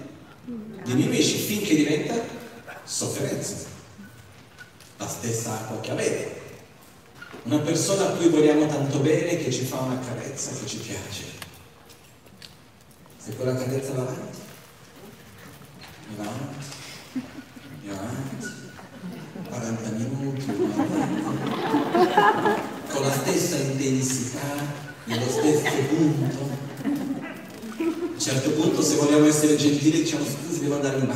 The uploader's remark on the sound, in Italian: Teatro Maggiore Verbania. Nell'ambito del Cross Festival 2020 di Verbania. Presso il teatro Maggiore con una conferenza.